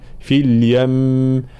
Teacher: الوقف على كلمة في اليم يكون الوقف بالغنة الكاملة لأن الميم مشددة، فلا نقول في اليم، لا في اليم مع بيان الكسر في الفاء، قلش فا فل، لا فيل في اليم هكذا.